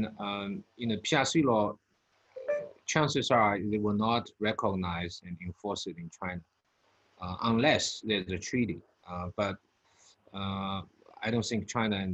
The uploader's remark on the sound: Webinar audio recording.